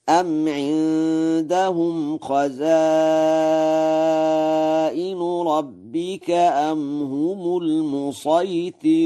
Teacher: قرأ ورش: المسيطرون بالصاد الخالصة، ولا يخفى ترقيق الراء في المسيطرون